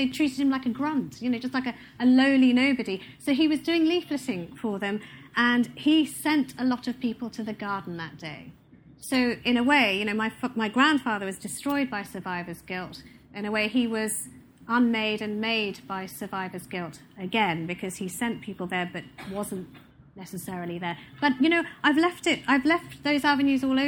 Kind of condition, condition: setting, live audience